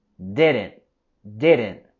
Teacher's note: Queremos subir la voz y entonación en la primera sílaba de didn't, didn't, y tenemos el sonido stop T en didn't, didn't. Okay, vamos a parar el aire, no dejarle que se va totalmente por la boca a decir didn't. No, vamos a pararle con el stop T a decir didn't, didn't.